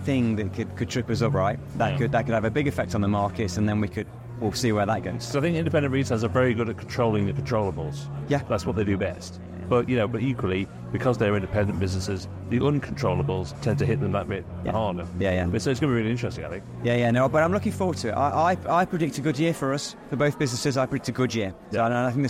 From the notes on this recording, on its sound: At the KBSA annual conference at The Belfry to meet up with loads of top independent kbb retailers.